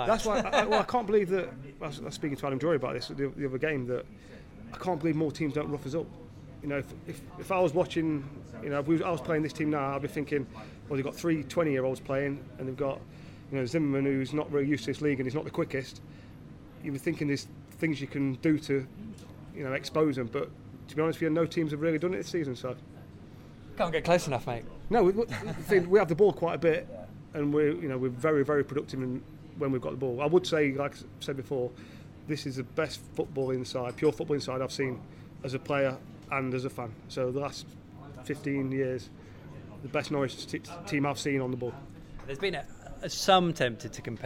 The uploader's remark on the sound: The PinkUn Show 171 is LIVE from Departure Lounge. All Canaries supporters are welcome every week to pop along to the pub and have their say live on the show.